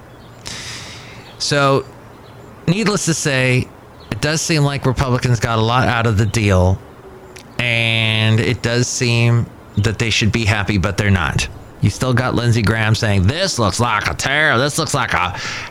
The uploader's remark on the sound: podcasts live from Café Anyway